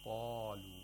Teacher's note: We have tafkhim of qaf at the highest level.